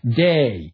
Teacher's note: The phonology of TH becoming D in day, but also what we might call a hypercorrection of it becoming hit.